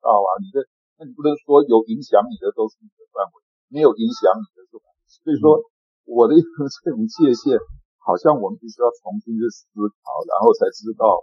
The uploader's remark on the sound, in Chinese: ClubHouse線上讀書會的錄音已經上線